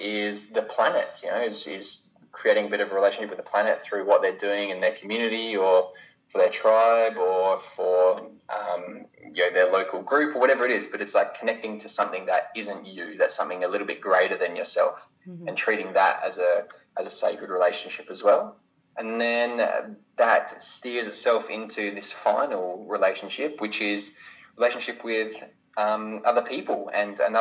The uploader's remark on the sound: Skypes all the way to Australia